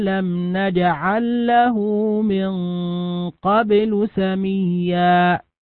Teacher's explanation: الميم سكنت وأتى بعدها حرف النون، وحرف النون من حروف الإظهار، فالحكم الإظهار الشفوي